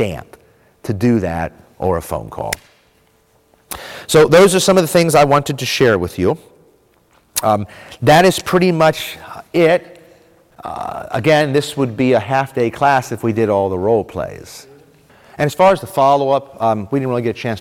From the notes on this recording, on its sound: This was the first breakout session in the reaping meetings track of the 2023 Propel Conference.